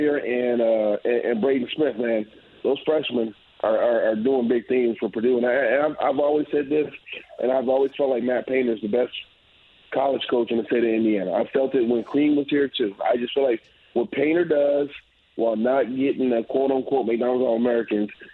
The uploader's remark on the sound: Turns to the phone line. Taking some calls from listeners.